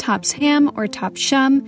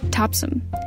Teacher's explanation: The second syllable is clipped, so it almost sounds like there's no vowel. · Shown in: second take